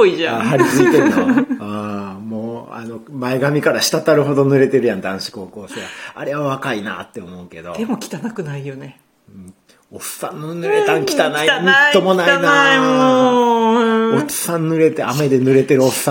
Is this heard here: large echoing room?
no